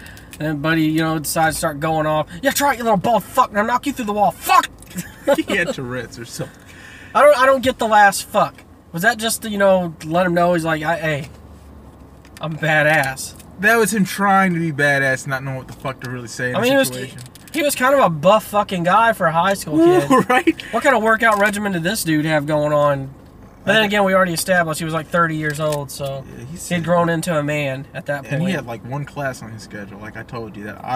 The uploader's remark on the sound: 1st episode from the car